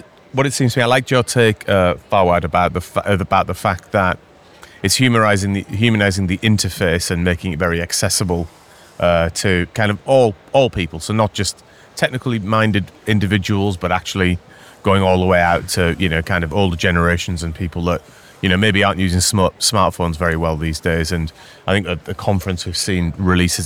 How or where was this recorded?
busy venue